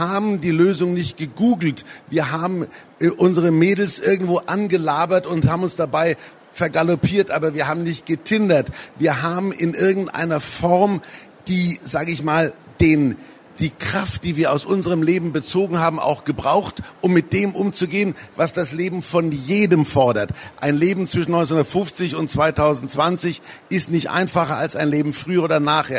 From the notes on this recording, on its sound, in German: Der Talk wurde Mitte Oktober im Rahmen der Veranstaltungsreihe „Der SPIEGEL im Gespräch" auf der Frankfurter Buchmesse aufgezeichnet.